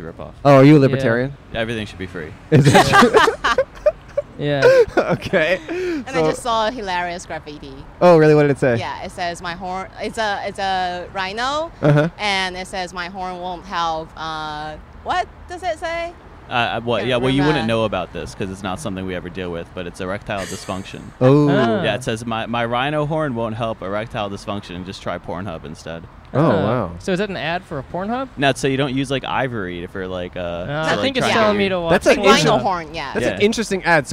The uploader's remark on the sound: Recorded on Sunset Blvd in Hollywood, CA.